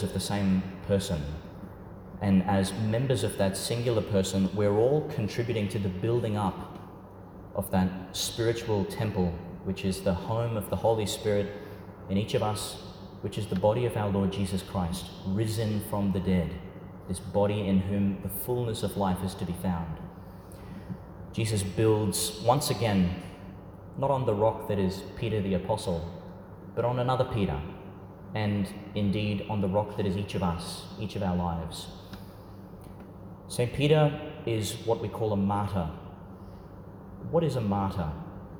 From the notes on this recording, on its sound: delivered at St Peter Chanel Church, Tannum, Qld.